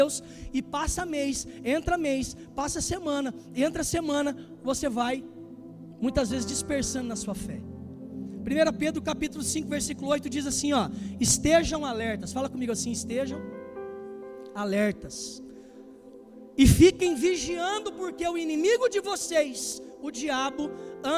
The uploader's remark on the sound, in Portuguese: Culto ao vivo